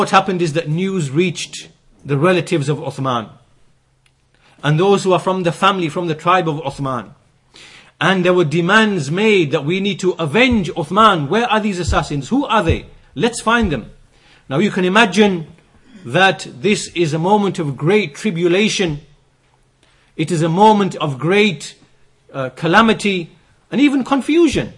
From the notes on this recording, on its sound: Lectures delivered in Masjid as Sunnah, Bradford.